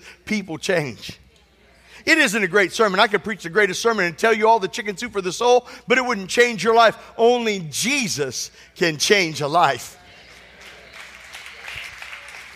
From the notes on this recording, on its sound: This sermon was recorded at Family Worship Center in Florence, SC on Sunday, April 9th, 2023.